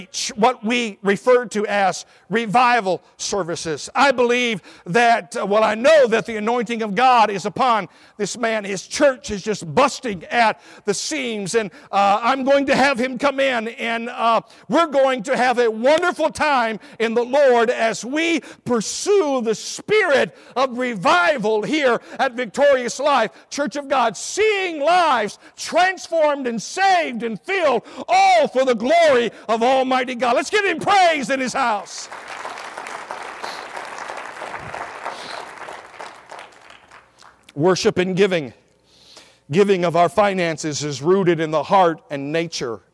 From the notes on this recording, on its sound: at Victorious Life Church of God during the 11am Sunday morning service on January 8, 2017